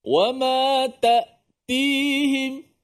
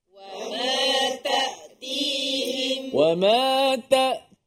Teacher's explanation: Tertahan dia pada makhraj hamzah itu. Makhraj hamzah yang berada di pangkal kerongkong kita.